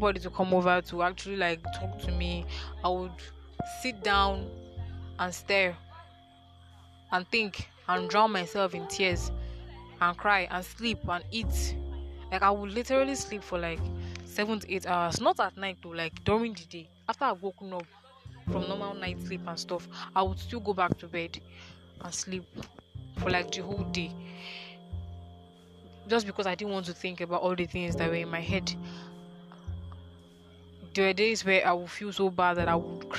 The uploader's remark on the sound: I recorded this episode outdoors at night, so I'm sorry for all the crickets and other background noise.